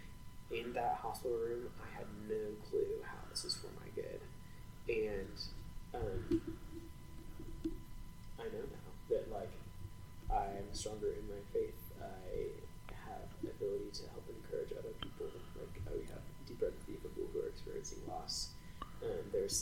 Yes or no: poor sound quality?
yes